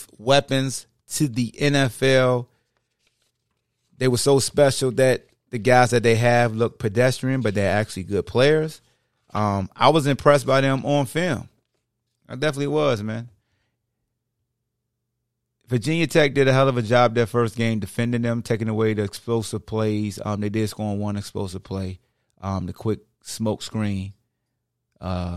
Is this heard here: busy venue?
no